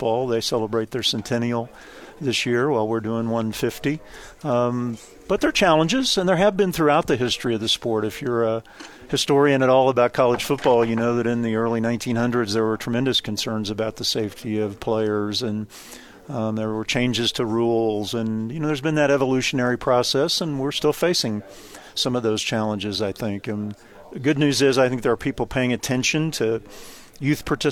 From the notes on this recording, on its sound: joined the show at BYU Media Day